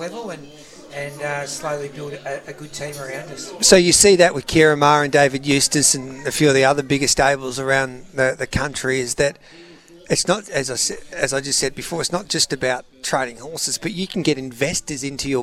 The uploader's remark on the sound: live from Flemington